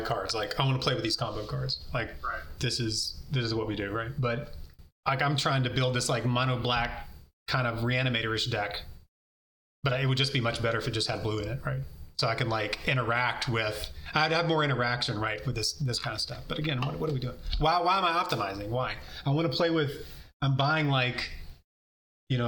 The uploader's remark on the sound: The audio quality is terrible